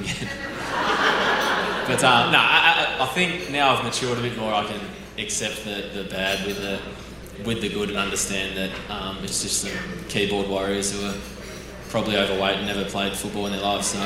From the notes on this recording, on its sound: a special live event